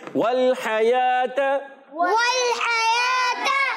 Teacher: واو ہونٹوں کی گولائی سے ادا ہوگا، واو پر زبر ہے، لام سے ملائیں گے اور لام کو ہلائیں گے نہیں · واو کی ادائیگی ہونٹوں کی گولائی سے